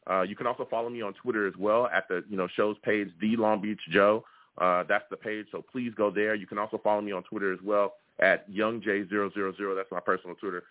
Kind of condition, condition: link, phone line